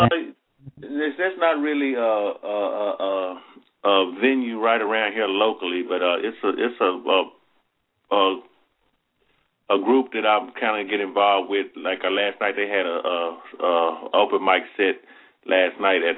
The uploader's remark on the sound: callers from Cincinnati, OH, Athens, Alabama, Taunton, MA and Sherman Oaks, CA